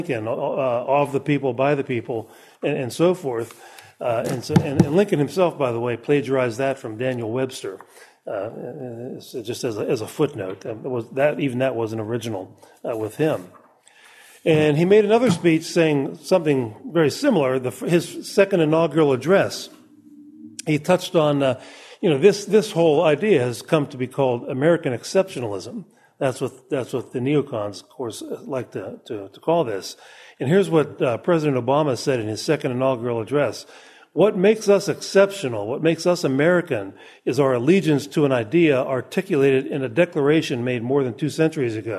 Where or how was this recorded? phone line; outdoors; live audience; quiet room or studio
live audience